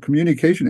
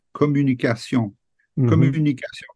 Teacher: All the vowels are there. All the pure vowels, no schwas, right? · Shown in: second take